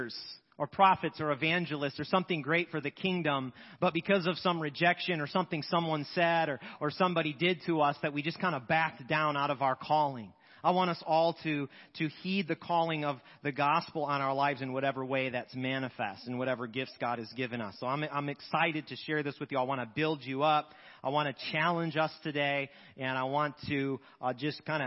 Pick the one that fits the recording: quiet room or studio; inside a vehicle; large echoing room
large echoing room